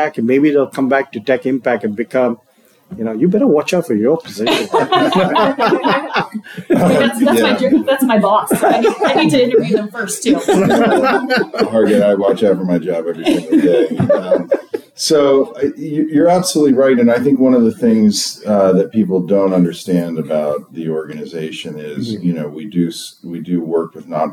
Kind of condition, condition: setting, busy venue